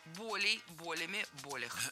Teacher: запоминаем слово «боль» с неподвижным ударением на корне. Поэтому всегда ударяем первый слог. «Болей», «болями», «болях».